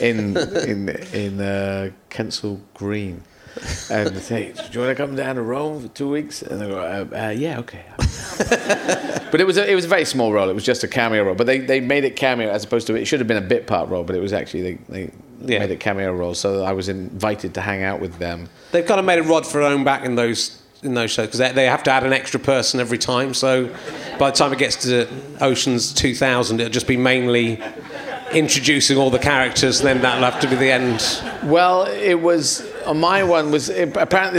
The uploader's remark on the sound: Leicester Square Theatre Podcast.